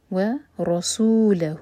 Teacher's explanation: رو کو ہیوی پڑھیں گے، رو پر فتح ہے، اور سین سیٹی والی آواز کے ساتھ